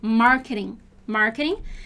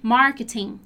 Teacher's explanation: So the British don't really do that R sound with the T. It's just a T sound · Shown in: second take